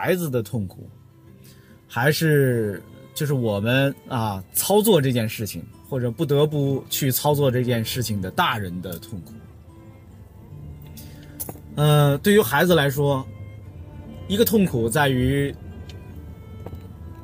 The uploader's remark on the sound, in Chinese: 本期「红灯区」节目还是在车内、在满是红灯的拥堵道路上录制。一刀未剪，一句没落。